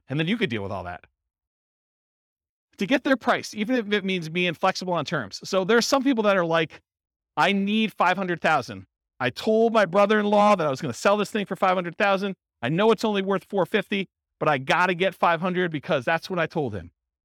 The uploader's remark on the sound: Real estate entrepreneurs in Elk Grove, California. This was a live class recorded. Live in-person version.